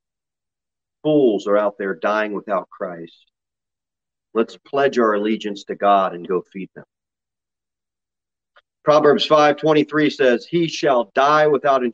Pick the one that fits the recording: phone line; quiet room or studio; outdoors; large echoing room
large echoing room